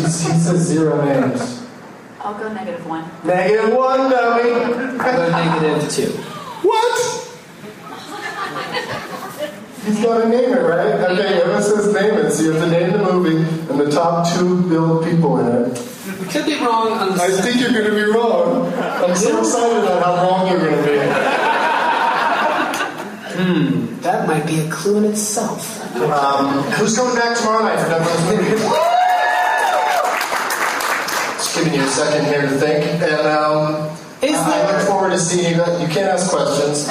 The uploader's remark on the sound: against audience members at the Improv in Tempe, AZ.